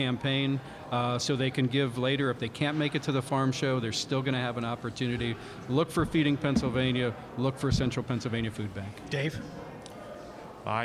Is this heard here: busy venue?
yes